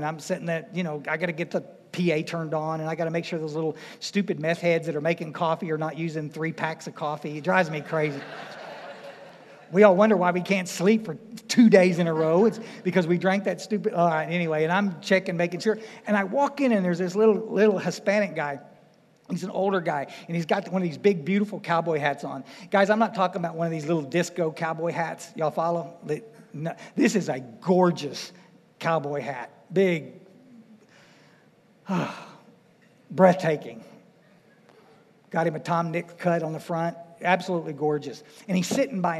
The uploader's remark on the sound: speaking at the DAA State Conference in FL.